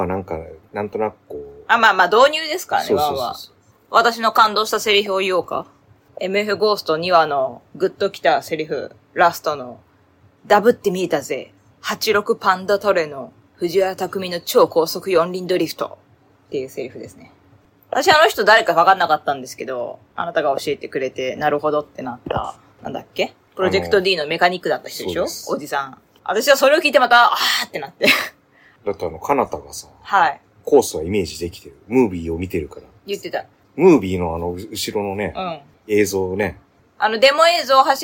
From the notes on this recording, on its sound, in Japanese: 試しに「ラウドネス（音圧）を自動的にノーマライズする」にチェック入れてみました。機材・設定： iPhone13「ステレオマイク」アプリ／iPhone マイク-前面（Cardioid）／ファイル形式 PCM44.1kHz 32bit Float。